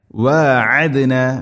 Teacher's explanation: ഐന എന്ന അക്ഷരത്തിൻ്റെ ഉച്ചാരണം തൊണ്ടയുടെ മധ്യഭാഗത്തിലാണ്